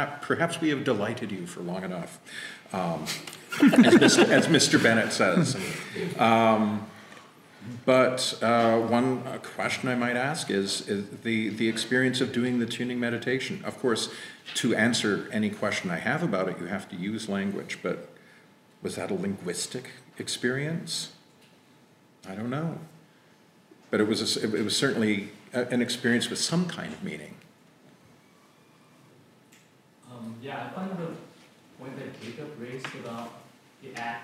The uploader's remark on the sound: Live at the Diverse Intelligences Summer Institute